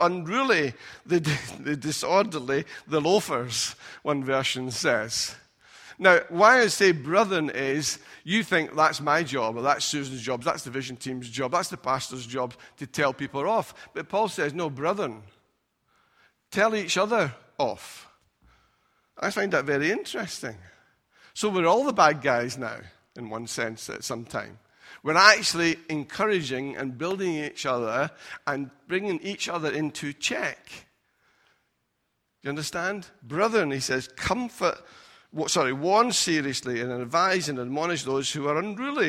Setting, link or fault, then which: setting, large echoing room